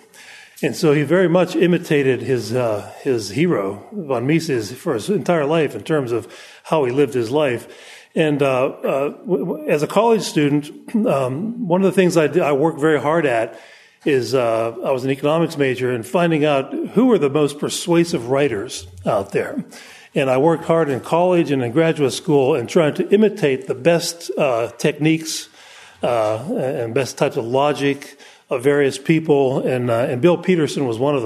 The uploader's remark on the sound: Presented at the Austrian Economics Research Conference on 21 March 2013 at the Ludwig von Mises Institute in Auburn, Alabama.